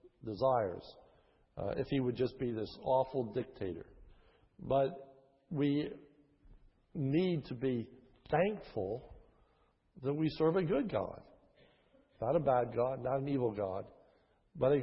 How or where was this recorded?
large echoing room